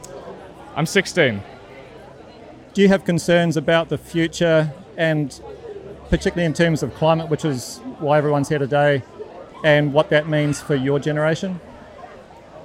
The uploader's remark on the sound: I interviewed four students from Kirrawee High School, protesting at a School Strike for Climate rally outside Australian Prime Minister Scott Morrison's electorate office in Cronulla, in south east Sydney.